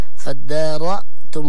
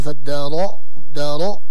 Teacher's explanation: الهمزة التي بعد الراء لا تتفخم · Shown in: first take · فادارأتم، ولا نقول فادارو لا، مرققة الهمزة التي بعد الراء، فادارأتم فيها، فقلنا اضربوه.